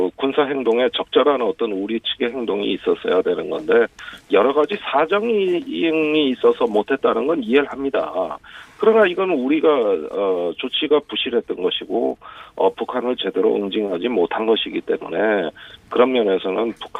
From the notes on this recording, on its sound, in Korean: (전화연결). (전화).